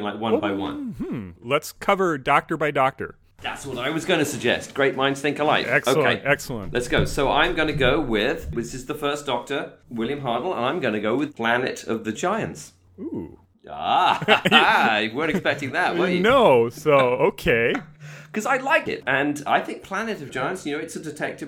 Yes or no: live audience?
no